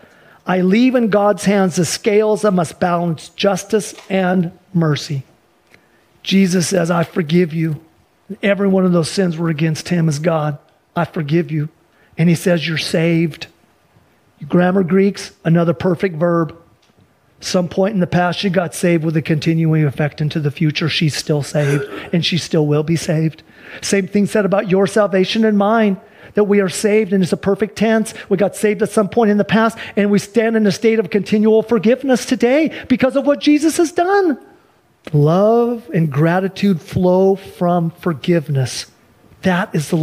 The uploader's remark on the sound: Sunday church service livestream